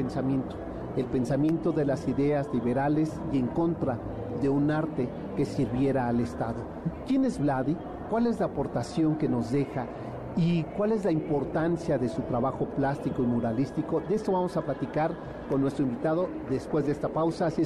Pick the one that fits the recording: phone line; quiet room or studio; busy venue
busy venue